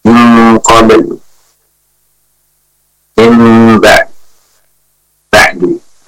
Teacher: Harokat dhamma di huruf terakhirnya itu menjadi samar. · Term: raum